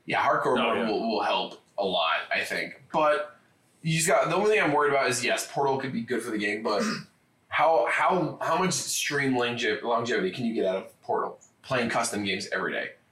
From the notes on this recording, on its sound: SORRY ABOUT THE AUDIO. YES THE AUDIO IS BROKEN. A WINDOWS UPDATE BROKE OUR AUDIO.